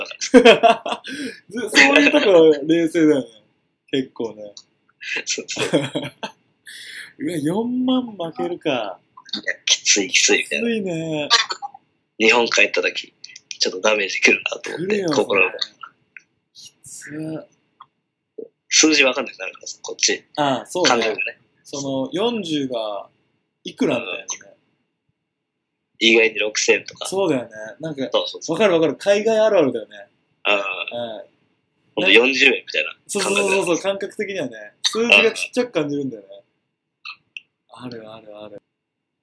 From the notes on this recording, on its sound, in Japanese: Skypeを通して、エジンバラでの生活をお届けしてくれました。